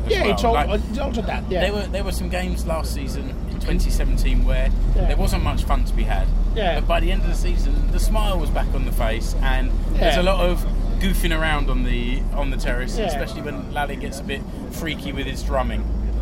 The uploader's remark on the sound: It was recorded on the coach to watch SJK vs KPV in the Suomen Cup in February 2018 – so there's a little background noise.